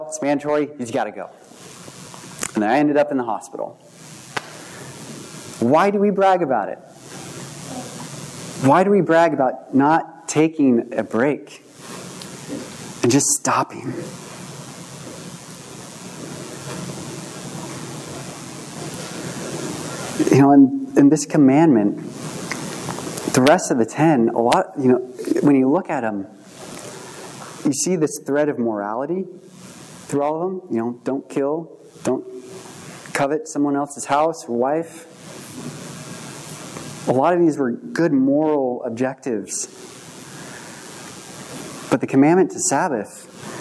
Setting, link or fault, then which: setting, large echoing room